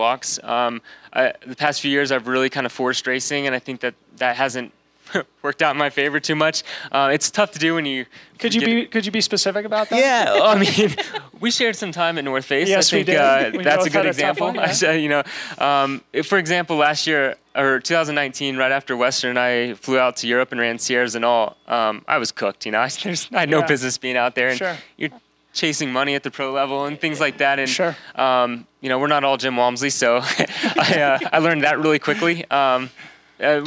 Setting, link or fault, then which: setting, outdoors